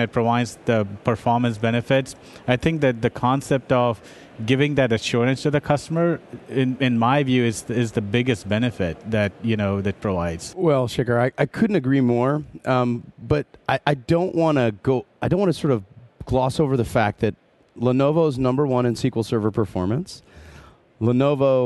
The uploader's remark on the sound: LIVE from Microsoft Ignite in Orlando Florida